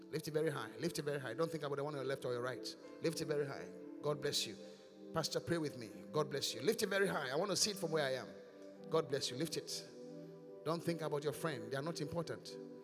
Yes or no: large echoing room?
yes